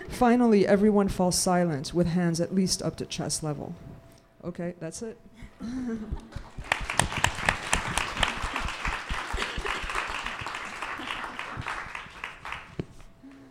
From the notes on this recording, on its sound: On Stage at Housing Works Bookstore Cafe. We've got clips from our events.